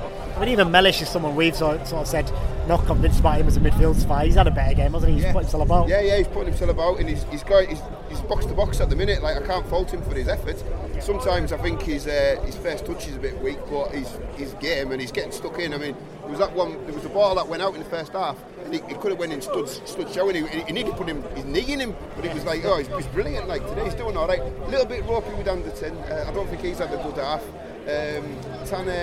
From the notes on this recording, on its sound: This episode also contains recordings of the crowd noise and incidents during the game.